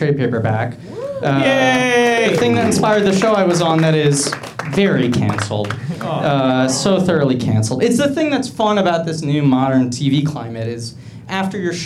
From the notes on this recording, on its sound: Live from Flappers in Burbank